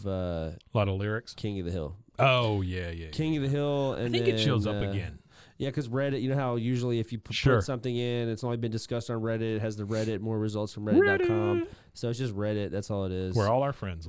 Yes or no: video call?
no